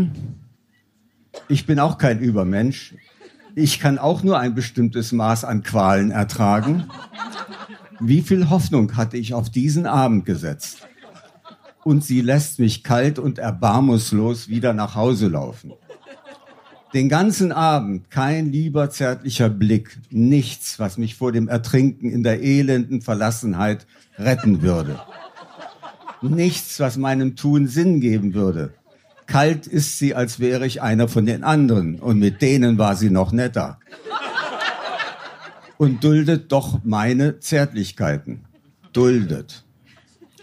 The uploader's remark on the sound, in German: Hört Ihr einige Beiträge von unserer Show. Im Kulturhaus Insel der Jugend, Berlin. Heißen Dank an das Kulturhaus Insel, unser tolles Publikum.